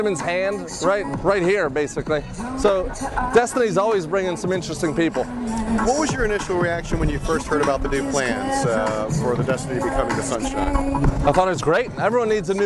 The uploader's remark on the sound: Farewell Carnival Destiny; Live in PortMiami. Hear from passengers and the Cruise Director about Carnival Sunshine.